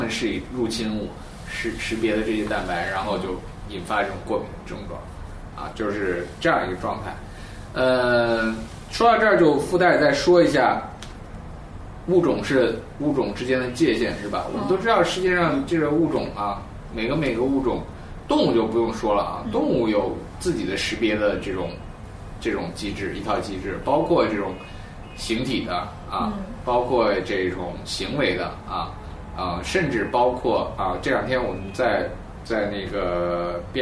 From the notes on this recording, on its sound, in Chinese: 本期节目为在张大妈办公区用录音笔录制，可能有街道上的杂音，请见谅。